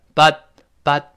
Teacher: but 这回那个 t 失去爆破，当然的。But, but 憋住气。 · But 最后那个 t 失去爆破